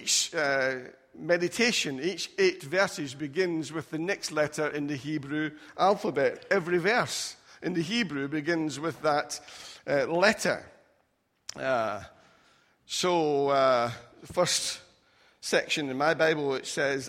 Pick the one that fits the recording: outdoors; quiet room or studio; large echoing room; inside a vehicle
large echoing room